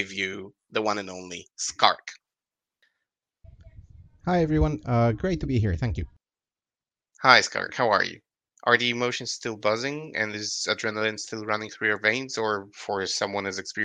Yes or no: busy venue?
no